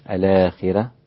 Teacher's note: الآخرة مع ترقيق الراء لورش الآخرة، وكذلك الإمام حمزة إذا وقف عليها الدار الآخرة مع تفخيم الراء، تمام، وترقيق الراء لورش الآخرة.